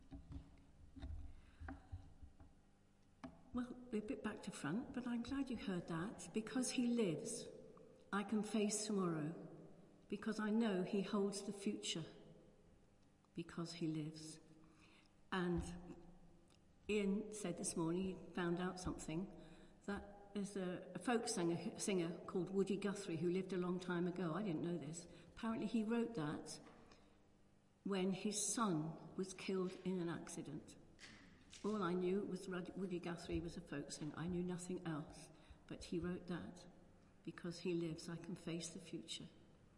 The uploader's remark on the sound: Christ Church, Bayston Hill (UK)